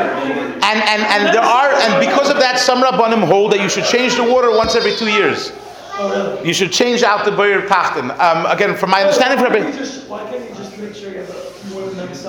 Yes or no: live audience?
yes